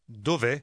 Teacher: Instead of saying dove è with two separate E sounds, they are combined into one.